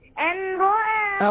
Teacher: إدغام النون مع الراء بغير غنة